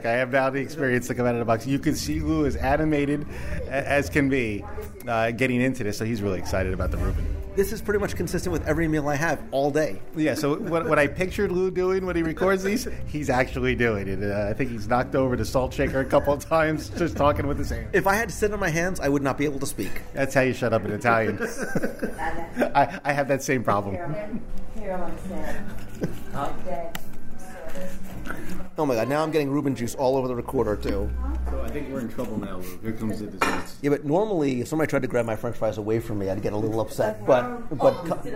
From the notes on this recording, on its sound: We're going to do a live restaurant review of the Plaza Restaurant in the Magic Kingdom. Review the food live with a recent WDW Radio contest winner.